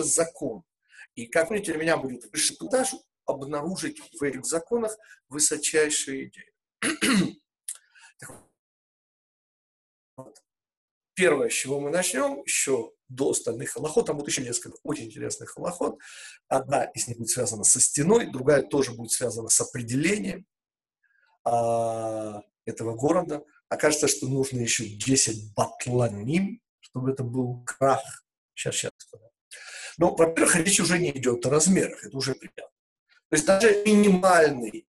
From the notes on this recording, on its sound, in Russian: Запись вебинара